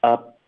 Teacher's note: 嘴唇合上呢，就会导致一个干脆停顿 · Term: 省略 p 的音